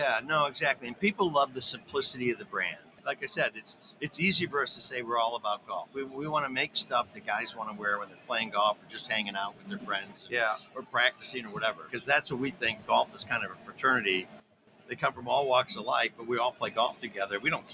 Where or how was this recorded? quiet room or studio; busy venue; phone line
busy venue